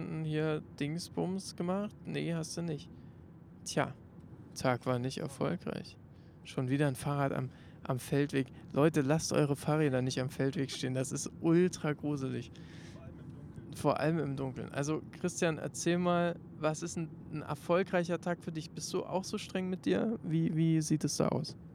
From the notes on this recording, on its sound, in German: 1 Mikro und 1 Auto. Zur Abwechslung wurde alles mit einem Mikrophon recordet, dabei aber trotzdem wie mittlerweile gewohnt nach dem Auftritt und einem langen Tag.